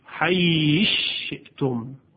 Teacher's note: در حیث شئتم اینجا سا در شین ادغام میشه · Term: ادغام کبیر